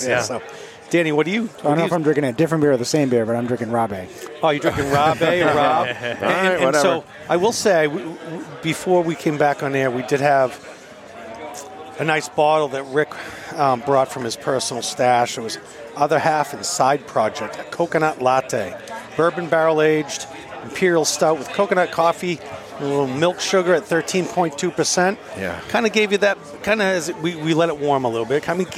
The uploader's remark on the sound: We were lucky enough to broadcast from the spectacular roof deck (highest roof deck in Boston, BTW) at Six West in Boston for the Equilibrium and Friends event.